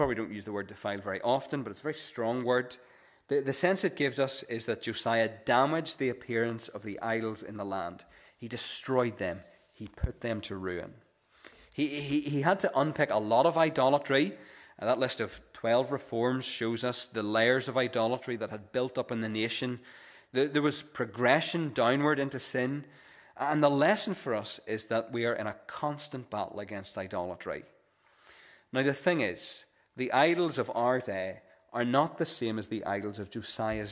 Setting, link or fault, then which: setting, large echoing room